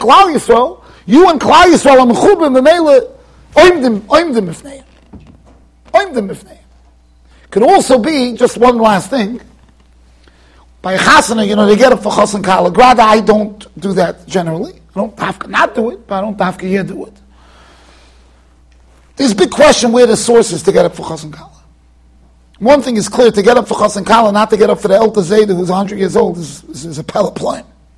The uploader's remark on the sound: Shiur recorded in Yeshivas Ohr Reuven, Monsey NY.